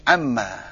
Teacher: Kemudian idghamkan, kena nun dengan mim atau jadi idgham.